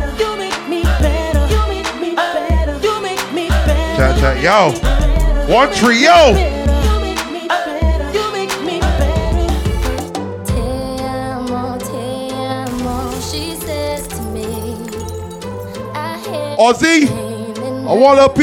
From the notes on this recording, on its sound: GLOW SUNSET VIBES (RAW). LIVE AUDIO FROM GLOW SUNSET VIBES.